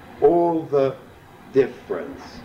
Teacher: In this steadily iambic poem, with only a few variations, the final two metrical feet are reversed. They are trochees, which give a full effect, all the difference.